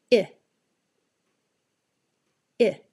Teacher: Also, pull your tongue down a little. The I sound is a shorter, more relaxed sound than E.